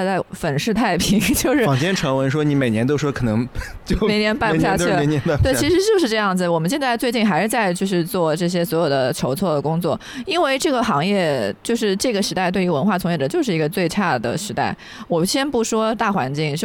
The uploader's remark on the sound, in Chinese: 我们在电影院现场找了个角落，继续聊电影创作。隔壁的放映厅里，几十位HiShorts!的导演正在看电影。